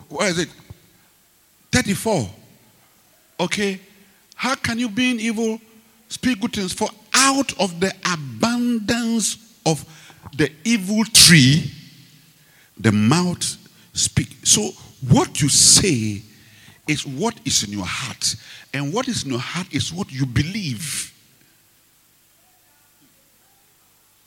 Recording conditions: large echoing room